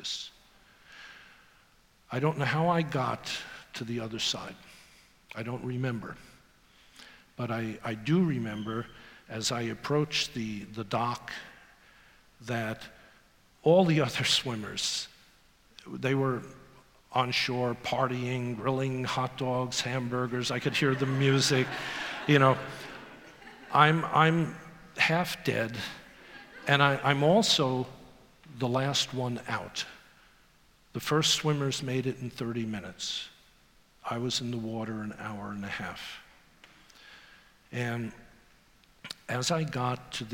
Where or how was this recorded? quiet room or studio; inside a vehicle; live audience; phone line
live audience